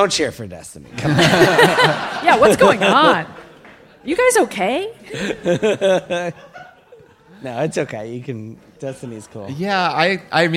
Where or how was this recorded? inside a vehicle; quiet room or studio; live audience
live audience